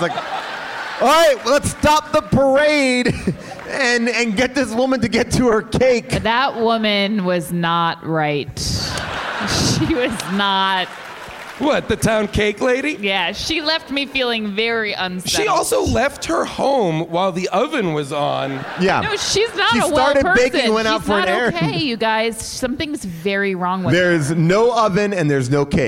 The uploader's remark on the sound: Live from Onion Fest in Chicago.